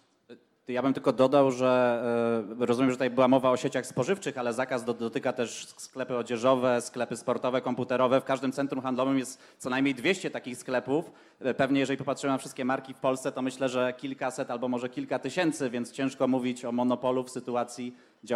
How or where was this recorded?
live audience